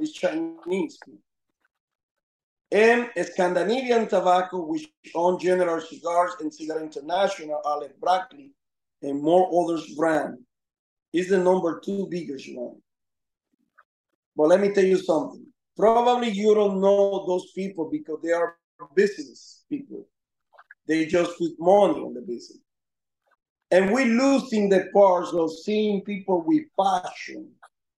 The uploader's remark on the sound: This is recorded from a video conference call, so the audio quality is not up to our usual H6 and Shure SM7B standard.